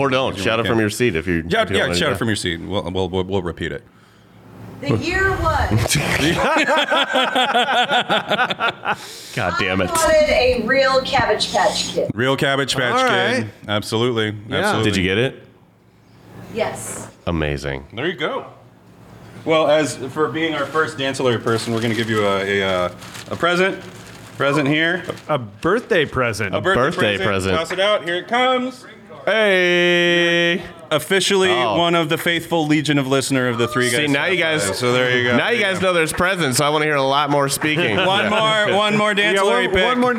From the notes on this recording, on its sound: LIVE IN OMAHA. First Live Episode from Backswing Brewing Company in Omaha!